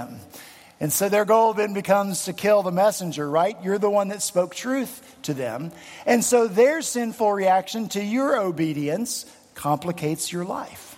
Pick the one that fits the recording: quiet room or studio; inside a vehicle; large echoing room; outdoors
large echoing room